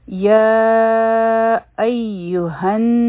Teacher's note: نون سره یوځای شوی دی نو دا به شي یا ایهن نون مشدد دی غنه به کو